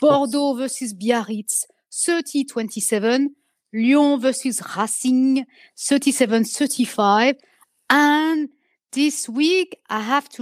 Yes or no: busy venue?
no